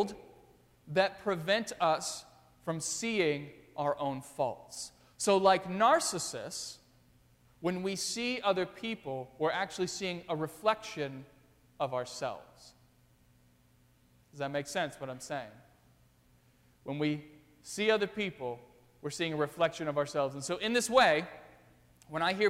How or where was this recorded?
large echoing room